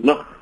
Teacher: En die laaste van hierdie is die lateraal of die syklank en dit word gevorm wanneer die middelruimte van die mondholte deur die tong afgesluit word sodat die lug as dit ware aan die kante verbystroom